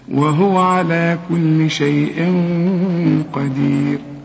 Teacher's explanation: القاف من حروف الإخفاء، عايزين غنة هنا، الغنة هنا بقى مفخمة علشان القاف مفخمة، والغنة بتتبع الحرف اللي بعدها. إذا كان الغنة معانا حرف مرقق، ترقق الغنة، مفخم نفخم الغنة.